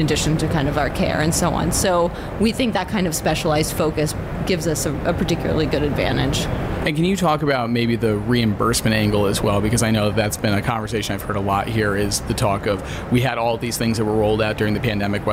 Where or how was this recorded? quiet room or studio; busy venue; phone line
busy venue